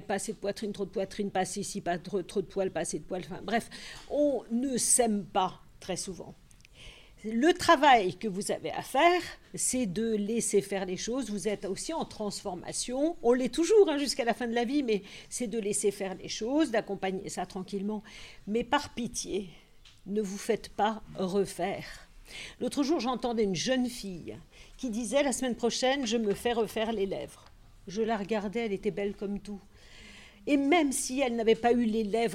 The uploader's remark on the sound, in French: Après la captation de la table rond vient le temps des questions du public. Du lycée Champollion de Lattes.